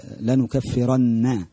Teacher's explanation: النون حرف غنة مشدد بالفتح